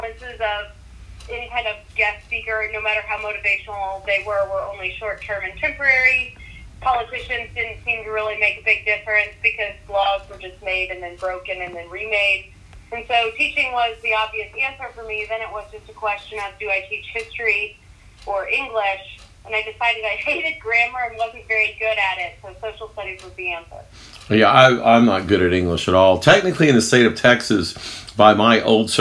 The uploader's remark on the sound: This is a phone interview. A mic connection issue.